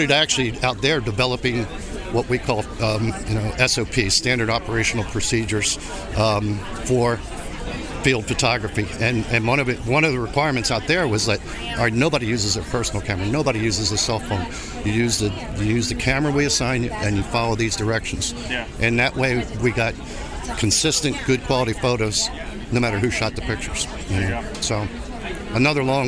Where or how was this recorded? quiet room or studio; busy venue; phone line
busy venue